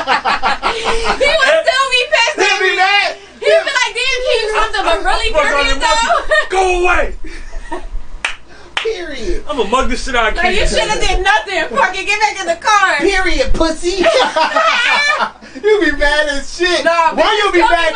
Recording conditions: poor sound quality